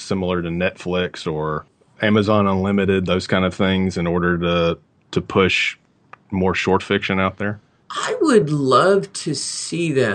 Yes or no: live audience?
no